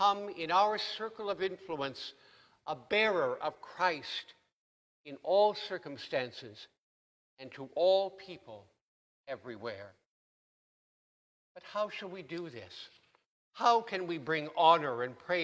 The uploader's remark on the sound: Please note that due to technical difficulties, this sermon was recorded at the 8AM service.